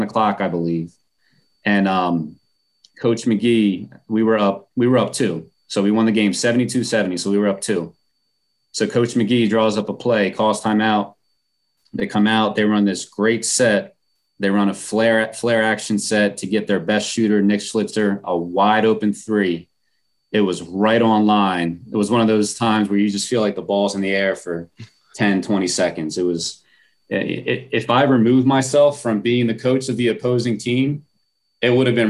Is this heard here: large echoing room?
no